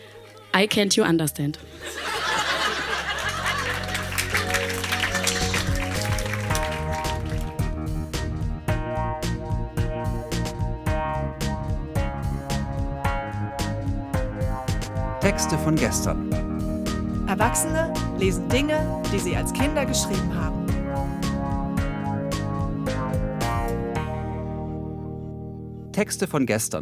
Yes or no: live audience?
yes